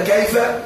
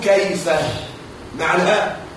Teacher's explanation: كذلك كيف، أنت تقول أنا سأفعل كذا فأسألك كيف، يجوز أن تقف بدون الهاء فتقول كيف، ويجوز كيف مع الهاء · Term: هاء السكت